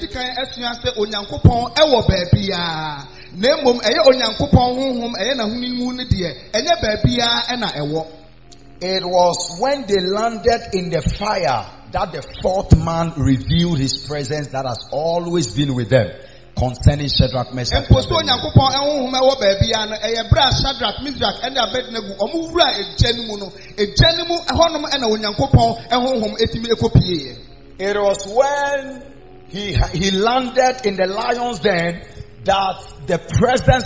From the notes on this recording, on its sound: Preached At The Miracle Arena